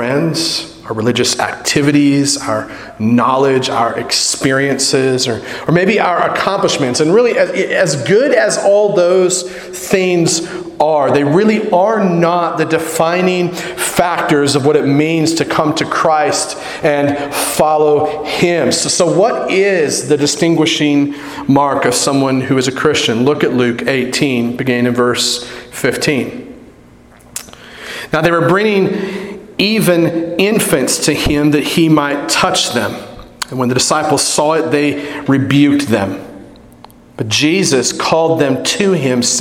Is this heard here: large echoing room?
yes